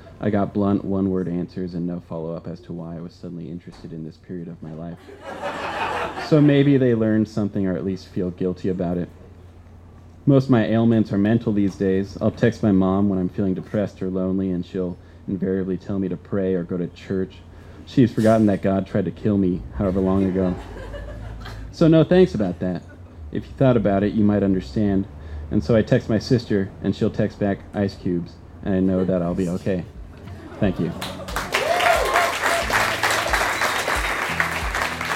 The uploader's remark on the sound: This story was recorded live on 13 December 2016 at Tiger!